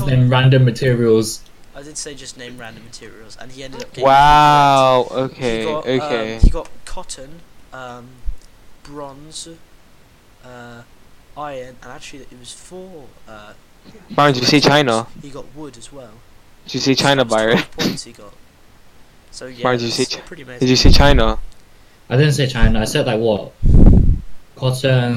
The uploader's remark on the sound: it might have made the audio quality somehow worse